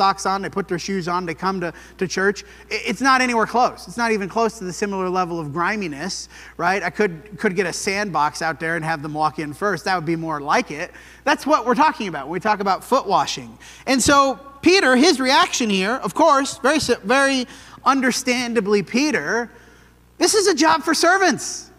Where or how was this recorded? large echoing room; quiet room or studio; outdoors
large echoing room